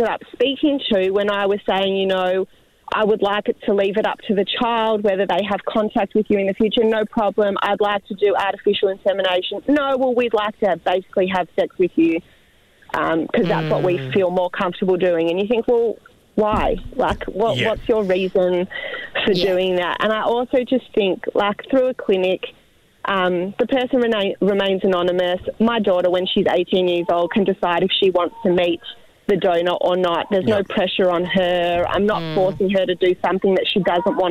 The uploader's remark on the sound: We opened the phone lines and got some very strong opinions from our listeners.